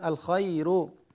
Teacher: ترقيق الراء في غير، مثل الخير